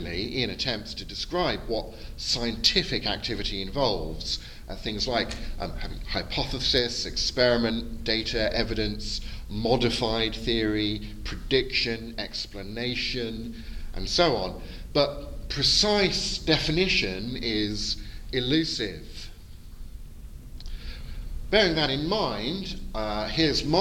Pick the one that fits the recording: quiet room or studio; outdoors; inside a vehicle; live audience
live audience